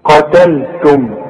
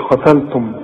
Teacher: أرجوك رقق اللام بتاعت قتلتم · Shown in: first take · ما تقولش قتلتم، واخد بالك؟